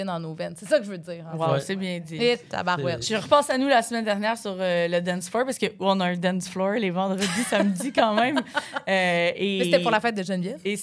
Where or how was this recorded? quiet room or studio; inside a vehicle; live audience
live audience